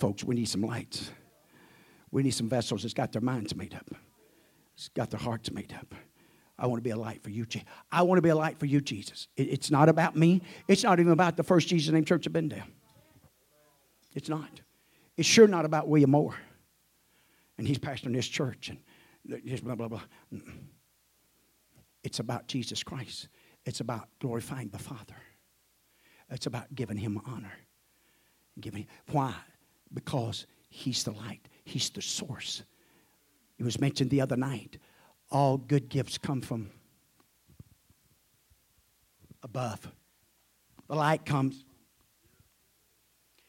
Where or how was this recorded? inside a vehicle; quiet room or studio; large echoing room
large echoing room